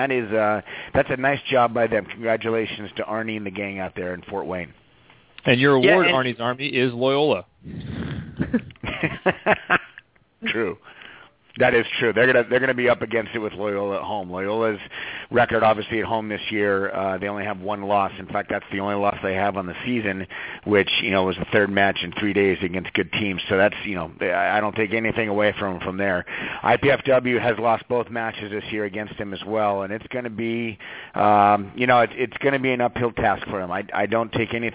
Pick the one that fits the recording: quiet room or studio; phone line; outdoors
phone line